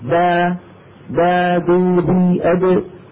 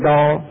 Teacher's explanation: والعرب لا تفخم الدال أبدا، العرب دالهم مرققة · Shown in: first take